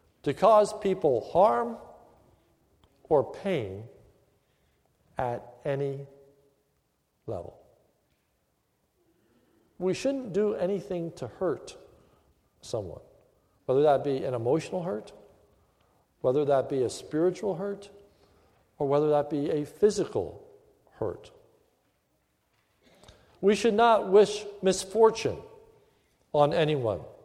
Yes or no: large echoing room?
yes